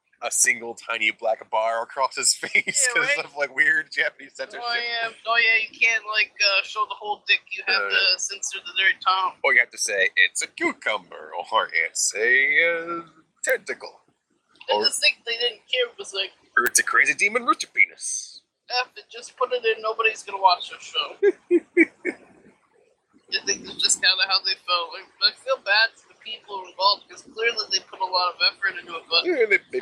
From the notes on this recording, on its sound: Mind the audio on this one. It's usable, but before we had anything like a sharable microphone.